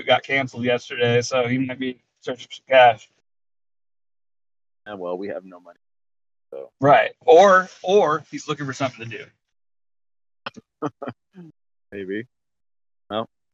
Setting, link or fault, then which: setting, inside a vehicle